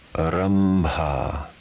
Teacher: Followed by a labial consonant, pronounced m. · Term: anusvara